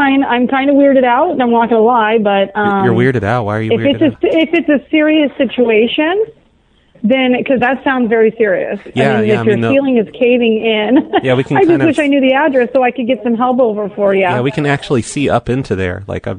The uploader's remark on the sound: Prank Phone Calls